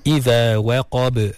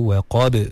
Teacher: Diperhatikanlah bagaimana nak baca dengan betul. Iza waqab, ada ba yang qalqalah kat situ.